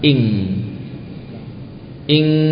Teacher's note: Ujung lidah tidak lagi di gusi. Ing. Sekarang suaranya di mana? Di belakang malah. Di sekitar pangkal lidah. · Term: nun yang samar